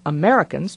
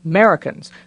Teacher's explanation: President Bush sometimes snips off the first syllable of Americans · Shown in: second take